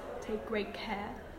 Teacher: gemination, which occurs when you have two homorganic plosives together